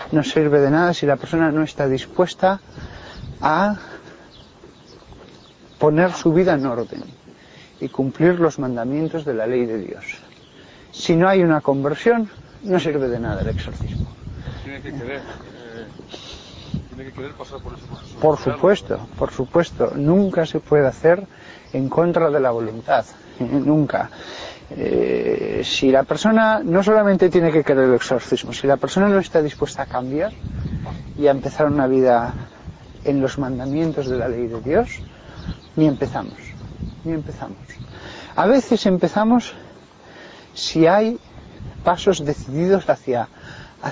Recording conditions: outdoors